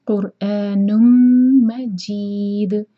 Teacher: دال پر رکیں گے تو دال کا قلقلہ